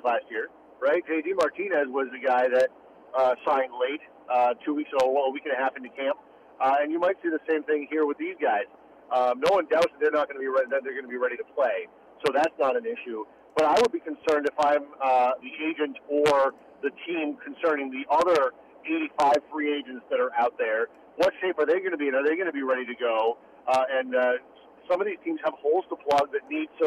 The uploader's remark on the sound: calls